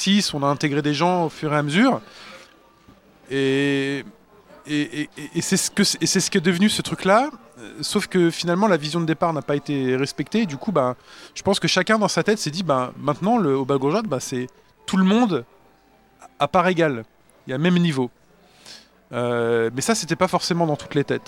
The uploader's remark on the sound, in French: L'émission à été enregistrée lors du 1er Marathon'Cast d'Arpajon le 17 novembre 2019.